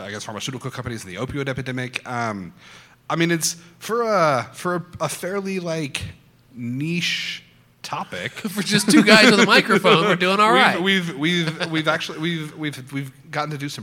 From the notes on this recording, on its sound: Recorded with a live studio audience